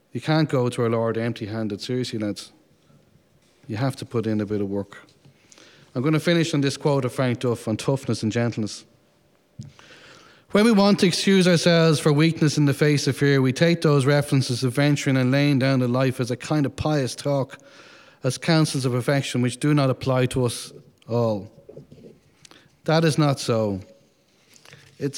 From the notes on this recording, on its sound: Men's Conference, held at The Morning Star Legion HQ in Dublin, Ireland on January 14th, 2022.